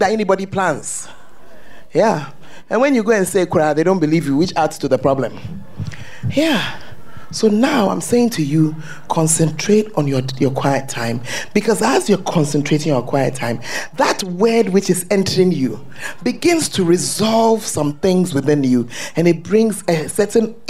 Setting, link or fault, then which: setting, large echoing room